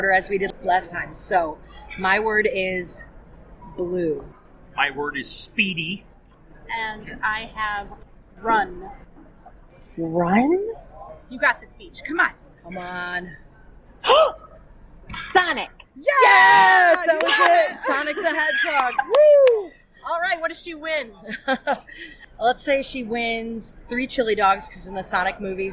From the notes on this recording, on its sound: Our noisiest studio to date– the Exhibition Hall at one of our favorite Ed Tech Conferences for our first ever LIVE Pop Culture Pop Up.